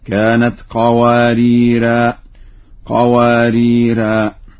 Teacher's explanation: وإذا ما وقف على اللفظين وقف عليهما بالألف هكذا: كانت قواريرا، قواريرا.